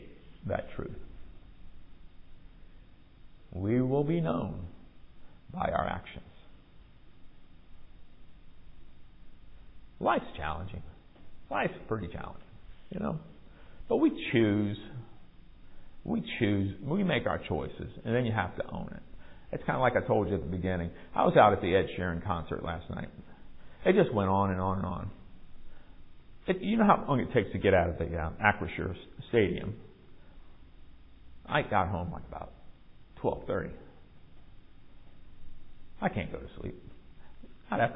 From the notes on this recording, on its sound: Recorded at MPPC on Sunday, July 9, 2023, during worship.